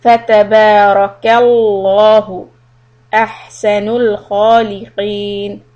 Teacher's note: so when you come from kaf to lam and do the connection that's when you make the lam hard